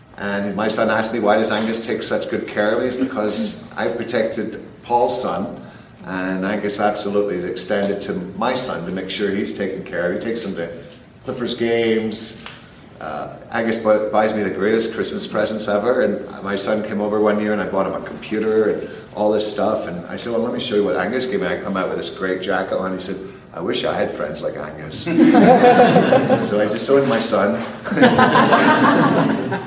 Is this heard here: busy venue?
yes